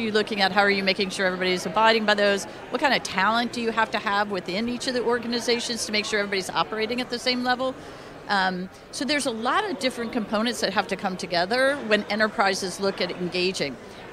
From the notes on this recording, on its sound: While at DC Blockchain Summit 2023 in Washington, DC